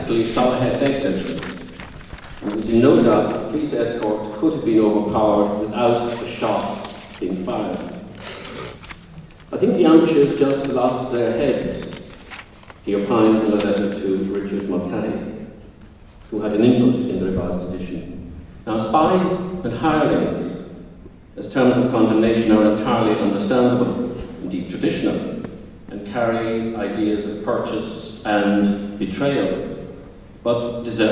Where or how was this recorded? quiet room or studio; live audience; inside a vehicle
live audience